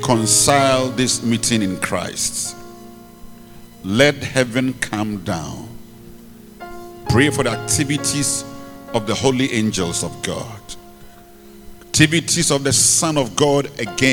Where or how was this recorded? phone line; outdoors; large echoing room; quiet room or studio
large echoing room